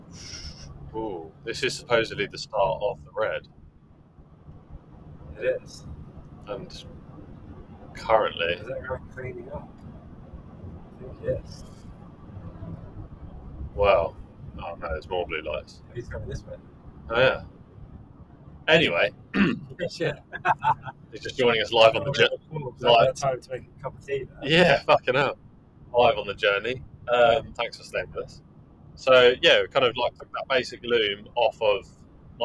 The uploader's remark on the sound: Apologies for the ropey audio and lack of bongos! Our recording studio has changed and being total amateurs we haven't quite got to grips with it yet...